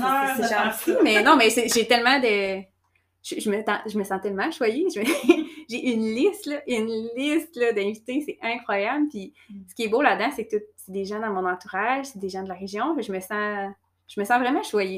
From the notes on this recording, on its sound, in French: Le son est médiocre sur cet épisode: c'était ma première expérience d'enregistrement et le micro n'était pas optimal